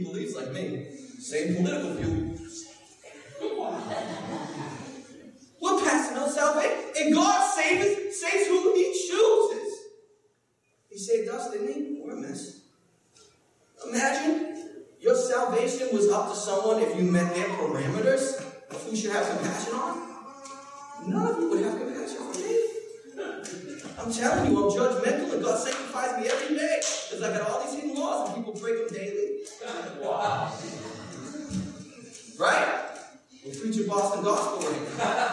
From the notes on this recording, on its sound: Preached at Restoration Road church on March 19, 2017.